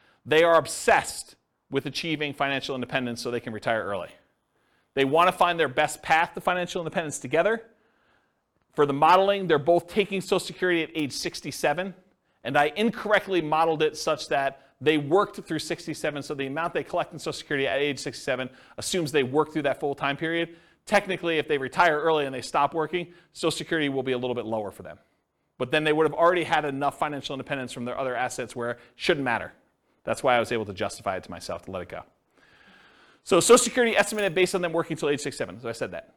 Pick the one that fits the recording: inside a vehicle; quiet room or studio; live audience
live audience